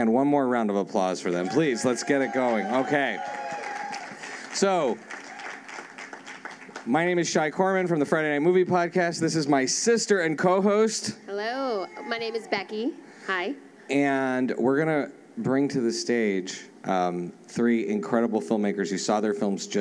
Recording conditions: live audience